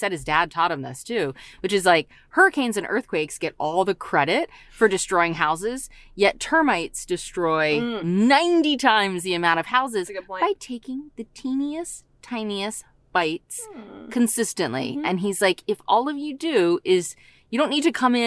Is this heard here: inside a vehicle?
yes